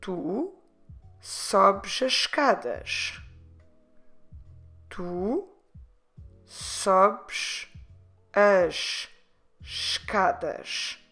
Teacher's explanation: Sobes ends at sh. As ends at sh. And escadas starts at sh. So we literally have three sh in a row.